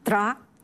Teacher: 后面跟了一个小小的卷舌的 r 这样的一个介音